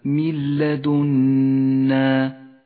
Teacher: بنفس الآية الإدغام بلا غنة في قوله تعالى من لدنا، تسقط النون من اللفظ في الإدغام بلا غنة ولذلك هي رمادية اللون، وتشدد اللام التي بعدها من لدنا.